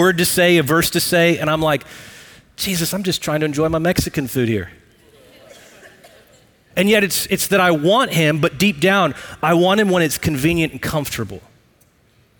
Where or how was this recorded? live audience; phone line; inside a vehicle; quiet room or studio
live audience